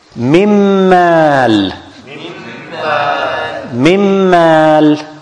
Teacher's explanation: We delete the noon totally and we put shadda on the mim. And this is an example of idgham with ghunna on the letter mim, because the noon followed by mim.